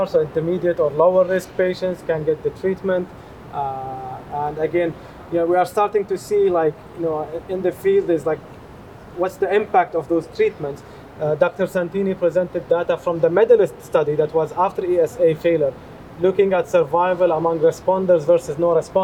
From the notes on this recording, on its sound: This discussion was filmed at the Eleventh Annual Meeting of the Society of Hematologic Oncology (SOHO 2023) held in Houston, TX.